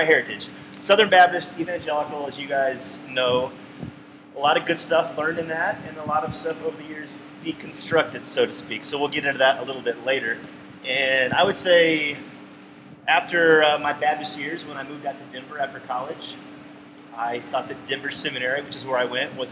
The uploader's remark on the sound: We recorded this episode in a large room with massive fans (#RookieMistake). We recorded this episode in a large room with massive fans (#RookieMistake).